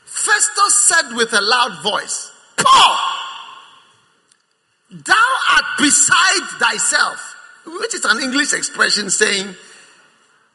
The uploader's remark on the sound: Preached at the First Love Center, Accra.